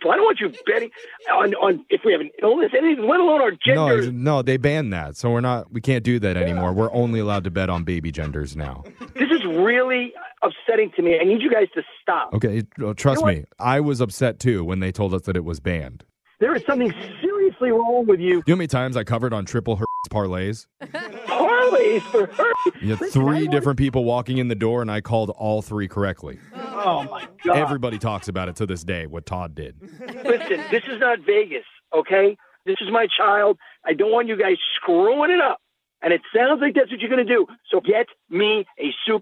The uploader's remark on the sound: In your Phone Tap we’re calling a soon-to-be new dad